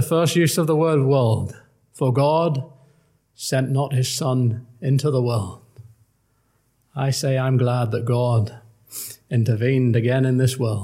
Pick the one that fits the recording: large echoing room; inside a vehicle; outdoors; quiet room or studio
large echoing room